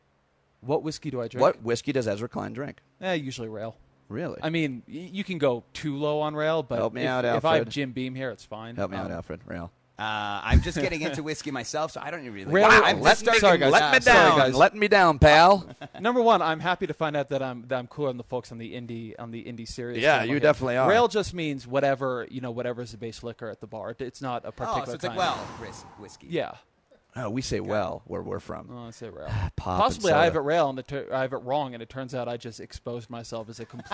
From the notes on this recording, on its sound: On location at the 2013 Aspen Ideas Festival